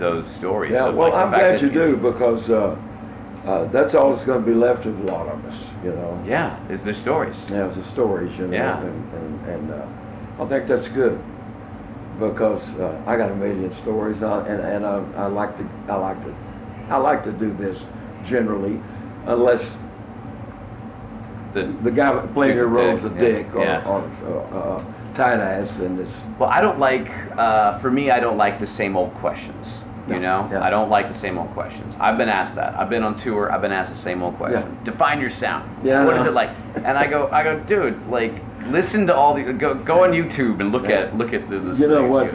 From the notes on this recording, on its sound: backstage interview turned podcast, recorded during Americanafest in Nashville this year.